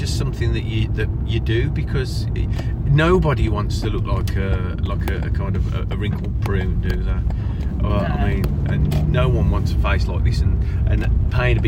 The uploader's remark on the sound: Recorded on the car journey home from work